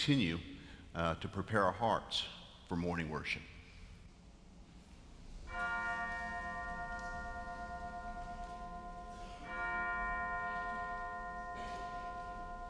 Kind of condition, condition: setting, large echoing room